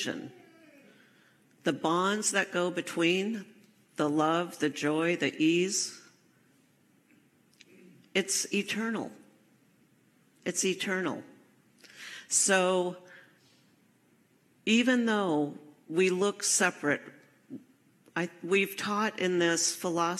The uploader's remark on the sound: Enjoy this recording from my live service at CSL Seattle in September 2023.